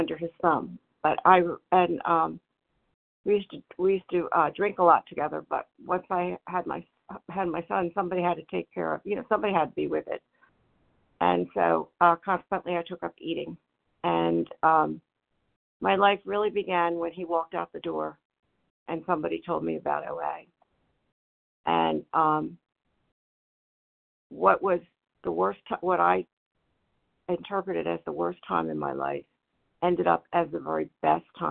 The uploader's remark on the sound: 100 Pounders Phone Meeting